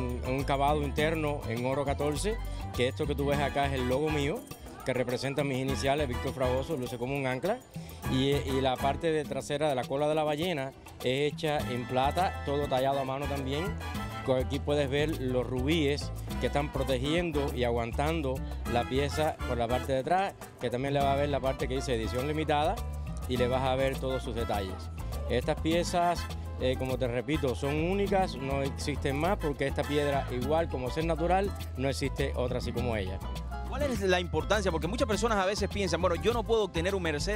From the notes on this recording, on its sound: ON THE STREET. FESTIVAL CULTURAL HISPANO CORAL GABLES 2014.